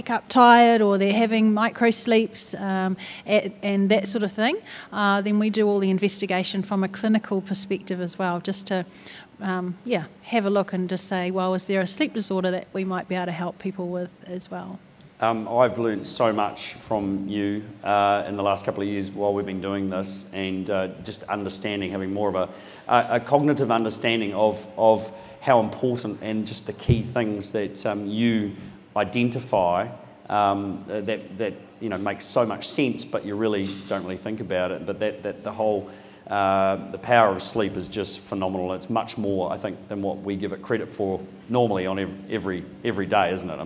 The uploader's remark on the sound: This episode sees our first 'pop up' podcast, which we recorded at the EROAD Fleet Day in Hamilton.